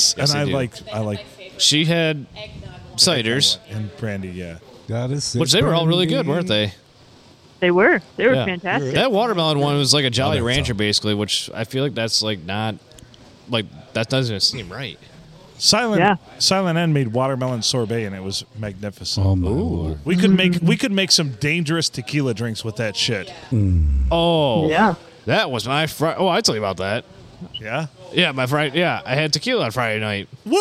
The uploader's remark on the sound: Recorded at the good old STD, Silver Tavern, Deckerville. A big portion of the crew attended this episode as we have all 5 mics and the hot line going.